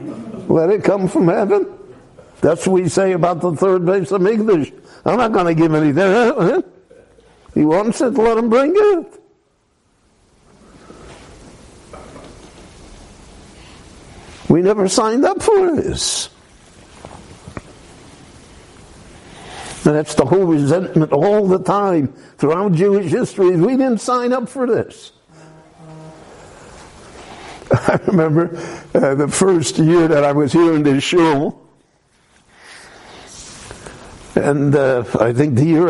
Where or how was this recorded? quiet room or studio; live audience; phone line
live audience